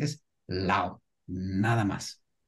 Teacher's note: Pero esa S final no se pronuncia.